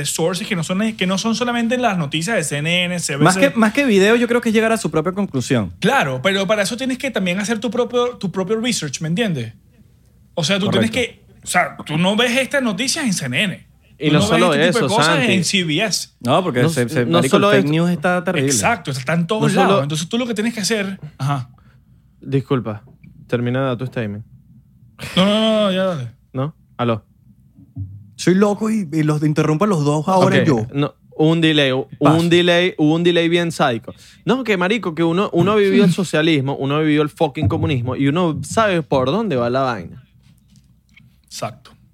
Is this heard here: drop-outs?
no